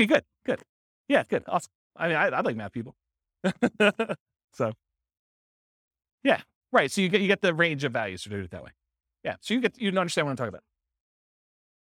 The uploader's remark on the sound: This was a live class recorded